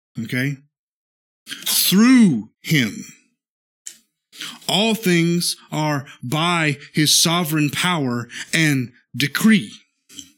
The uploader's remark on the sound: This is the sermon from our Tuesday night worship service